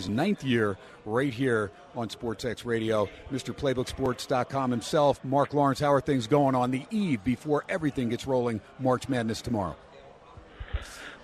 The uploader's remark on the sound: "Live" from #SteinersPub in Las Vegas.